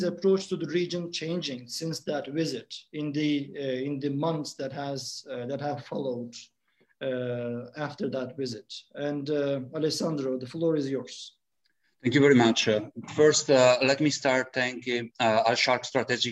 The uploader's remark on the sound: This public talk was conducted online via Zoom